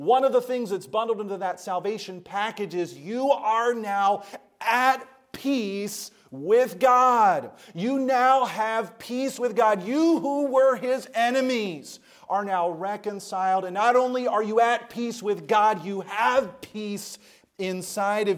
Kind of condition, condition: setting, large echoing room